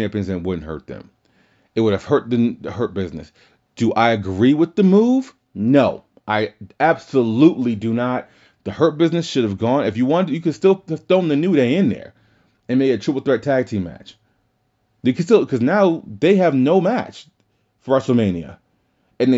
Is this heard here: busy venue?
no